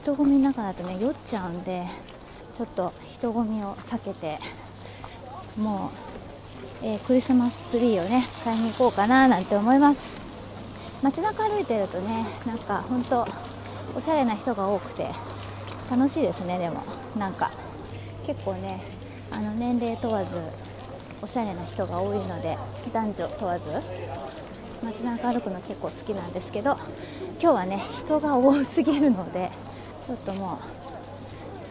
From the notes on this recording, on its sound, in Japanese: 珍しく早朝に街に繰り出し、ひっそり声でのパン屋カフェ配信から始まり、ミュンヘンで毎年販売されている30-50cmの可愛いサイズの卓上本物ミニツリーを買いにOdeonsplatzへ。販売員の方とのドイツ語やりとりや、買い物後のストリート生演奏がまさにクリスマス！たった半日のミュンヘンでの日常音声。